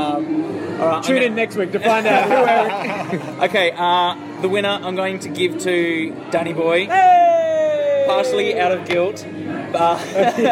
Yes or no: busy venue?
yes